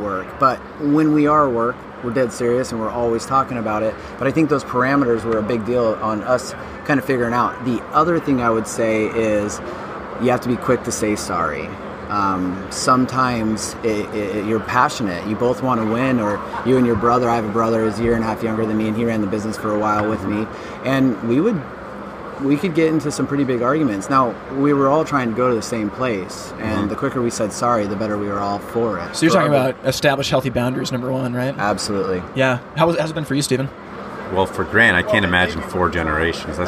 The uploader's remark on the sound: Live from HPB Expo 2019